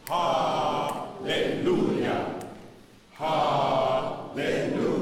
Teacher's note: Make sure the lu is always a little bit louder than the initial ha that we started off. · Term: emphasis